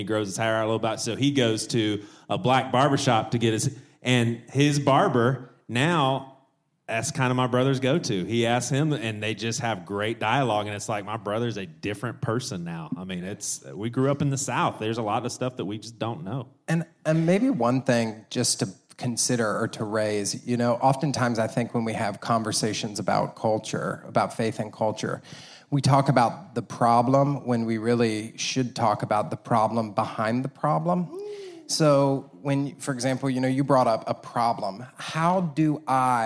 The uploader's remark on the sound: a Panel from BadChristian Con